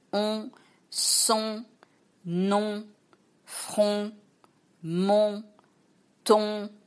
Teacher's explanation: you really have to make an effort for it to go through your nose and make it really sound nasal. And it's more like don't in English or on. · On is really nasal. It comes through your nose. You speak through the nose.